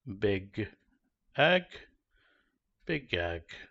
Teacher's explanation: Voiced consonant moves forward without changing to unvoiced.